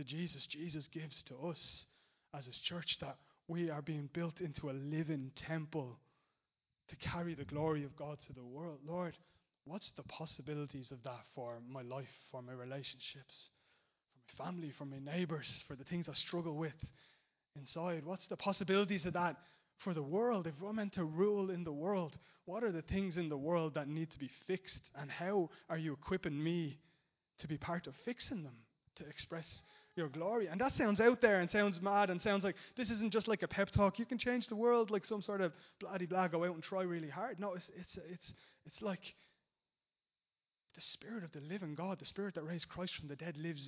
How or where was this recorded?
large echoing room